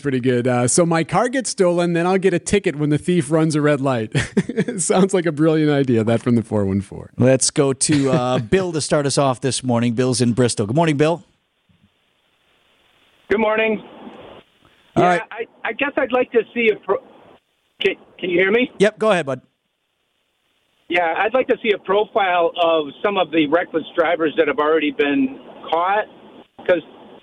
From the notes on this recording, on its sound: We field phone calls.